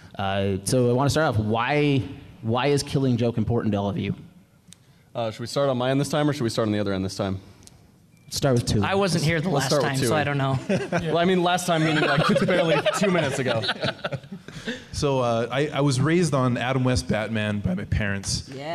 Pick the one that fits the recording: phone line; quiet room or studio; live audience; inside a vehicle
live audience